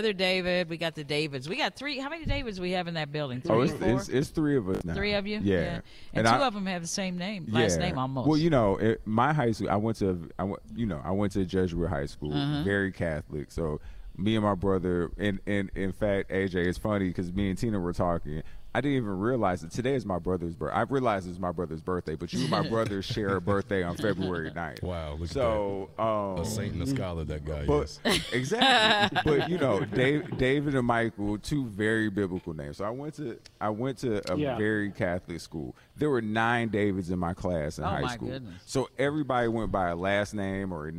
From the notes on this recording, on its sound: We're LIVE from Clowes Memorial Hall.